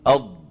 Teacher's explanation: حافة اللسان كلها من كل الجهات بما فيها الطرف كلها تنغلق على المخرج لما نقول أض. · Term: الضاد